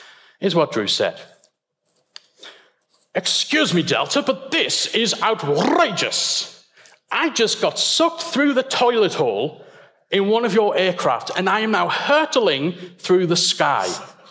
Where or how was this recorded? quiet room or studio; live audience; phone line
live audience